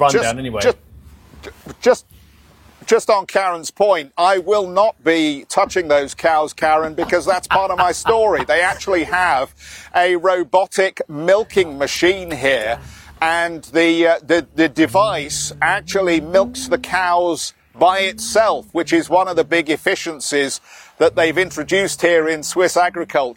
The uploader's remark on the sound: We are live from a dairy farm outside the Swiss city of Lausanne - one of Nestle's key suppliers.